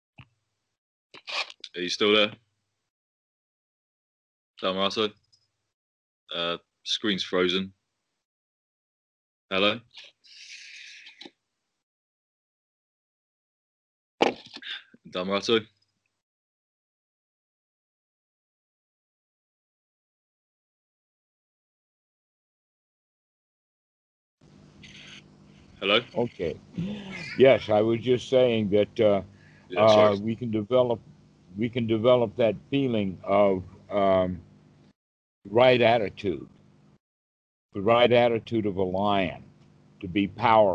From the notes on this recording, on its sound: skype calls